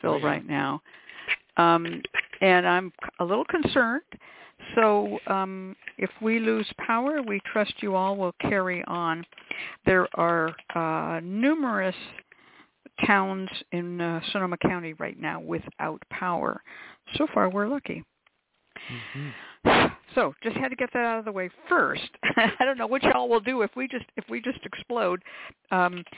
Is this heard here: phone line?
yes